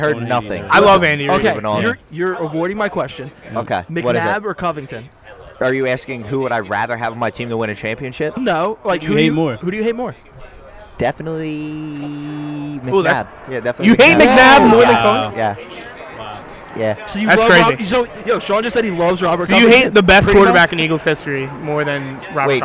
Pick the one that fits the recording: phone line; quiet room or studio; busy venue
busy venue